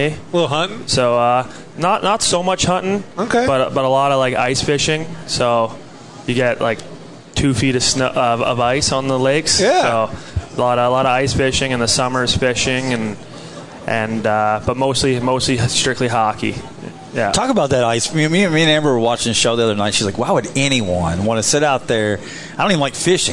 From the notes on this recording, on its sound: live at BJ's Brewhouse